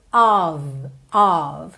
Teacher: ela sempre, sempre, sempre tem som de OV